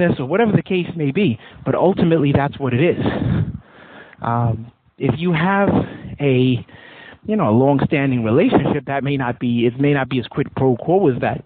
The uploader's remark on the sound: Admittedly a bit windy (please bear with the RAW AUDIO) as this was recorded outside. Sayville , NY.